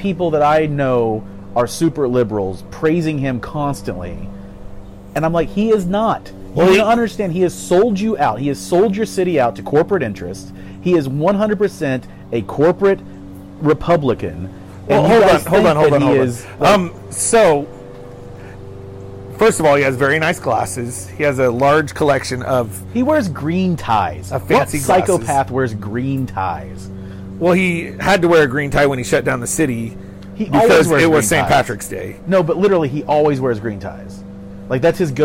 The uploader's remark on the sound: They’re out on the patio today. The audio quality is a bit lower than normal due to the outdoor recording.